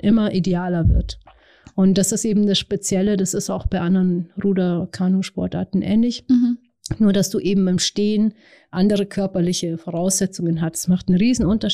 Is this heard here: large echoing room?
no